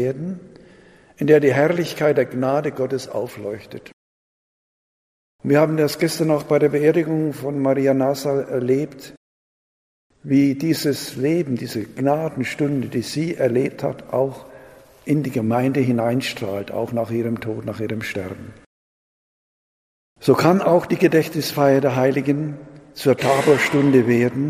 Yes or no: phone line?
no